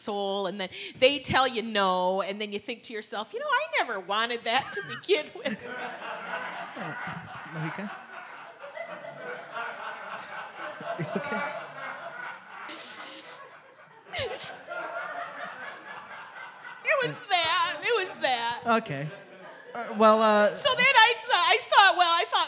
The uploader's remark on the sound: LIVE at Detroit Women of Comedy Festival. In our very first live episode, we celebrate at the Detroit Women of Comedy Festival.